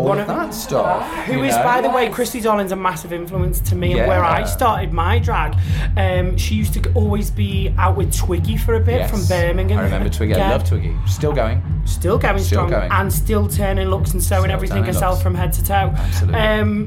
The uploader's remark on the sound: The Manchester Pride Special. Performed at Manchester Pride and they took their mics along so you all could hear the action backstage.